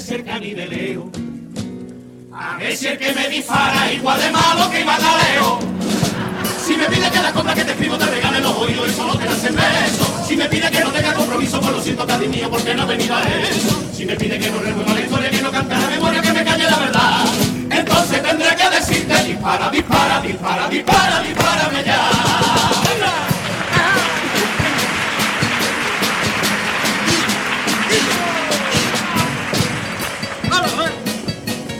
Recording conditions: live audience